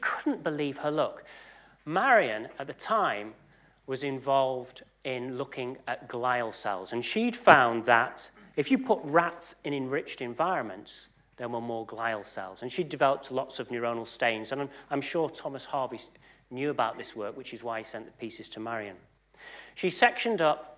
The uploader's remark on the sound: UCL Lunch Hour Lecture